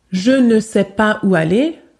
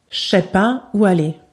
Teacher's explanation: Alors, très souvent, on n'utilise pas le ne. Le ne disparaît complètement. · Shown in: second take · Term: la disparition complète du ne